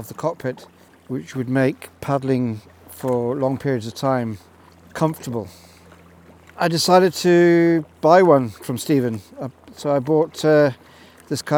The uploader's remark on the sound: This episode was recorded live in my kayak on my penultimate day of my year long solo sea kayaking adventure around Scotland.